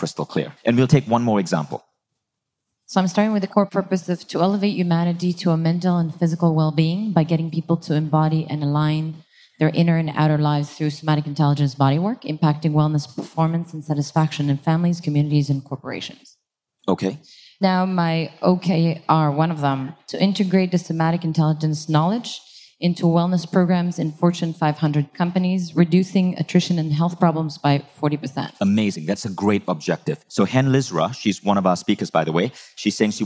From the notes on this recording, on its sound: Live from Bali's A-Fest stage